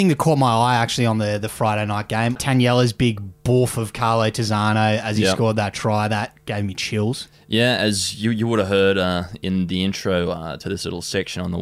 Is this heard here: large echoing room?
no